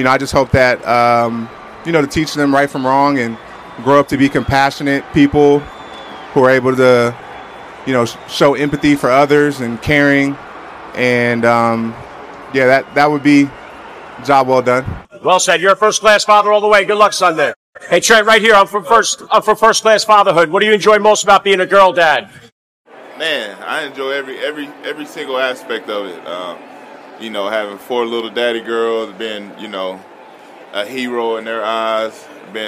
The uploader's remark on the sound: First Class Fatherhood was live at Allegiant Stadium in Las Vegas, Nevada for Super Bowl 58 Media Day!